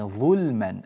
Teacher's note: اللام ساكنة قبلها ظاء مضمومة، فلا تفخم، لا تغلظ هذه اللام · Term: ترقيق اللام